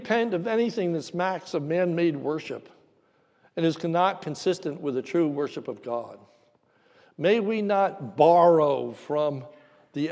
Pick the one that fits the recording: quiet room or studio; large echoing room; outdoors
large echoing room